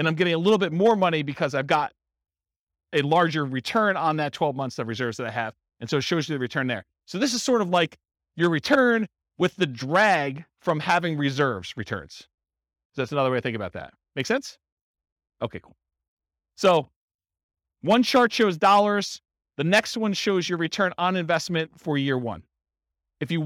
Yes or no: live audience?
yes